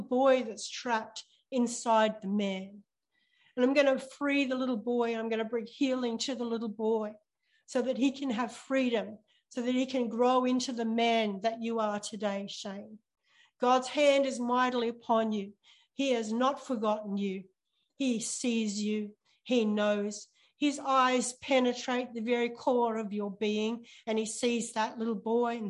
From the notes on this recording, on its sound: ZOOM Church